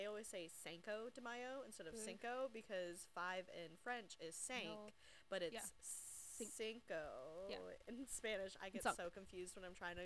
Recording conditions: poor sound quality